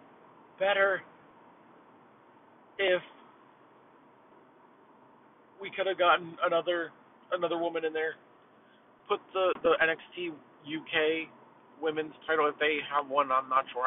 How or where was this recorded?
inside a vehicle